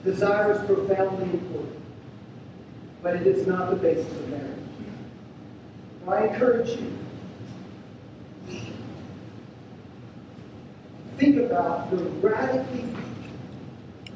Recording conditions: poor sound quality